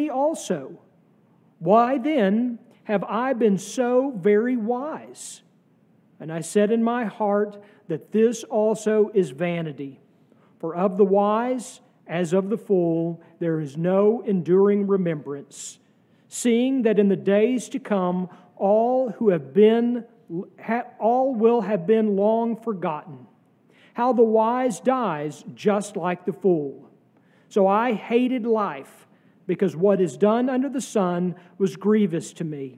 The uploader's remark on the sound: sermon from our worship service